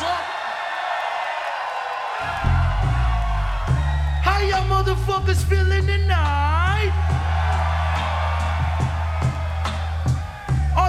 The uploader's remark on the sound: Live From NPR Music And SXSW 2016